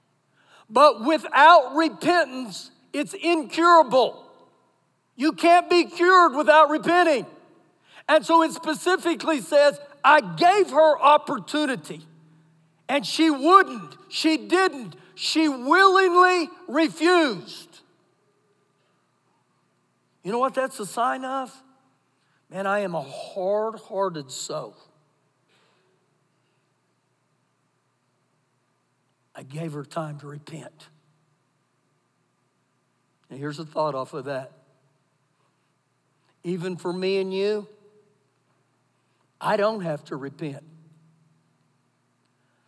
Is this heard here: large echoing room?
yes